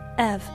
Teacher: And next is the word have.So you would drop the H sound, so it just sounds like av.